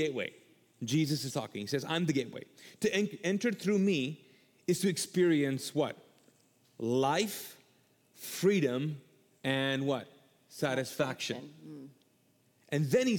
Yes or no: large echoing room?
yes